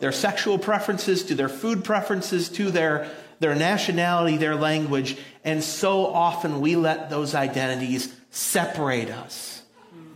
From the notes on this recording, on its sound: audio from New City Church in Champaign-Urbana, IL